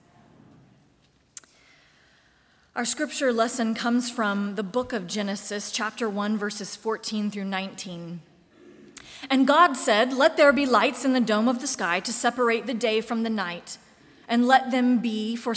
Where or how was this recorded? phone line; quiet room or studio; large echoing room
large echoing room